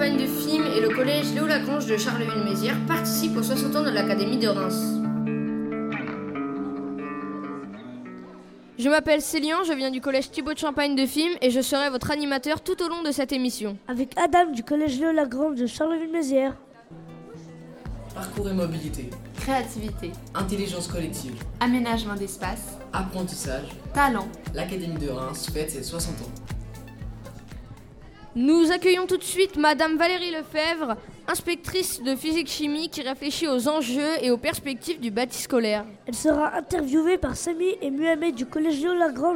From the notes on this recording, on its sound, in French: Emission réalisée en directe et en public à l'occasion de la célébration des 60 ans de l'académie de Reims.